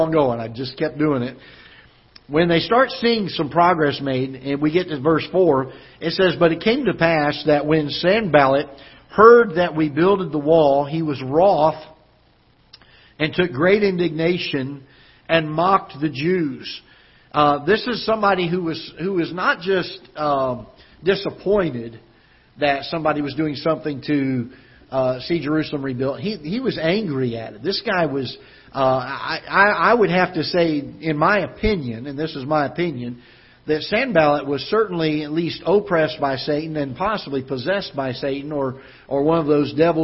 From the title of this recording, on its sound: Ketha Heights Baptist Church ~ Live Broadcast